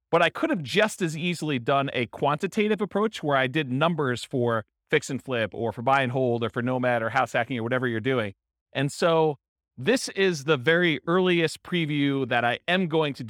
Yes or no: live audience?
yes